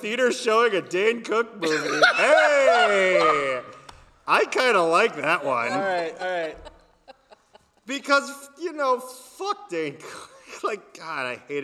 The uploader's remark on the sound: We recorded this in a live theater